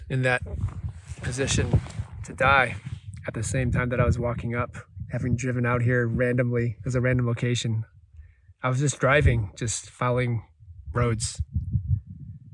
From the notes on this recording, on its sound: Recorded alone in the desert.